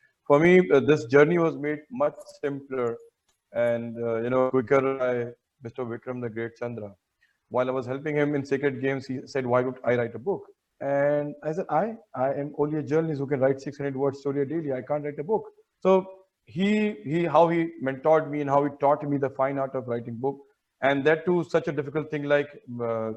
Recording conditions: video call